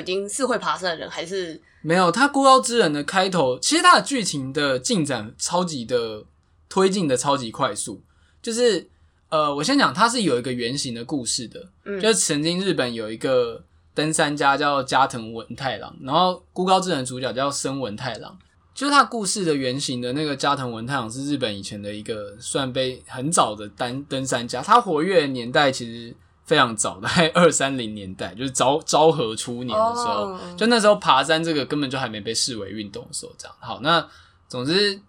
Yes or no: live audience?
no